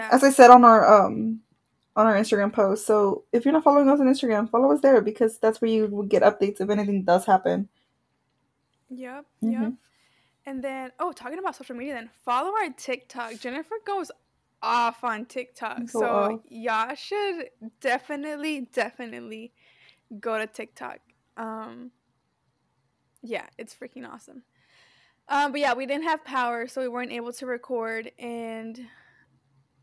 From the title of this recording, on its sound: Excuse the Mic